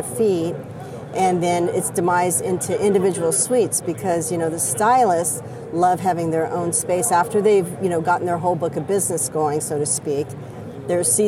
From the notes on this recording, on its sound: Live from ICSC RECON in Las Vegas